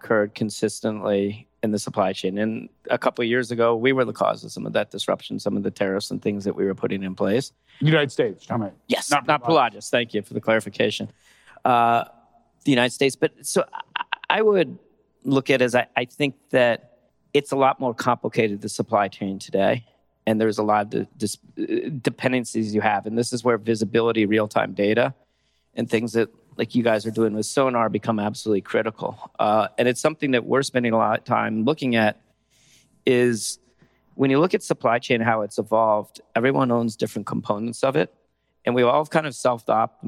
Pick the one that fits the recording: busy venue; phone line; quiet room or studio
busy venue